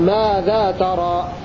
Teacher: وقرأ الباقون بفتح التاء والراء والف بعدها